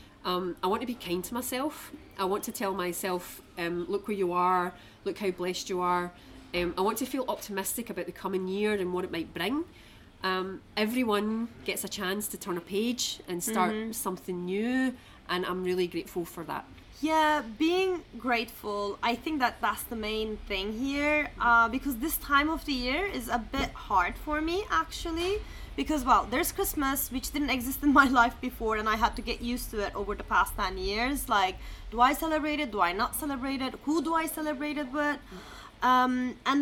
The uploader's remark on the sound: We recorded this episode on 10 December 2023, at Aux Vieux Châtelet. We recorded this episode on 10 December 2023, at Aux Vieux Châtelet.